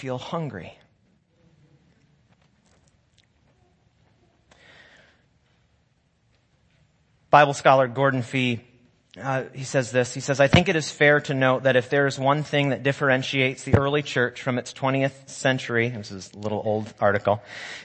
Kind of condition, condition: setting, large echoing room